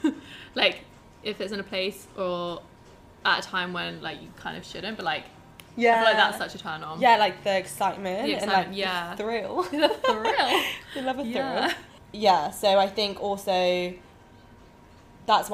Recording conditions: sounds in the background